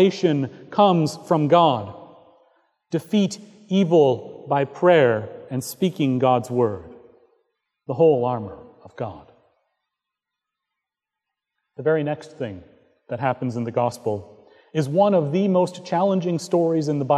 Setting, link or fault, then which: setting, large echoing room